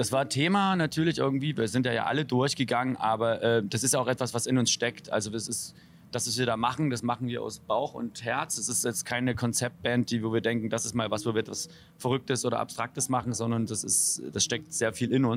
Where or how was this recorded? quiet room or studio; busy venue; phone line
busy venue